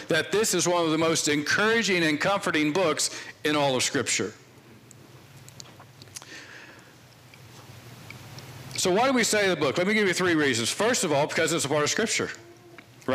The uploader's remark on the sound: This sermon was preached on Sunday, January 2, 2022 from the pulpit of Grace Community Church in Berea, KY.